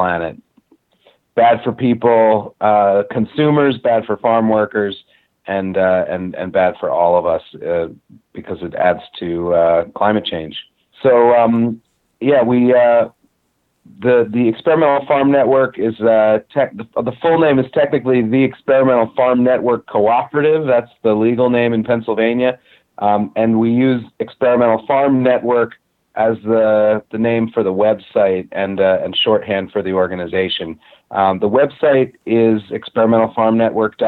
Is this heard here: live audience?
no